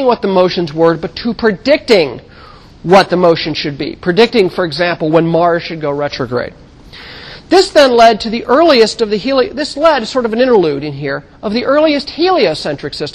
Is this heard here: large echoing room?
yes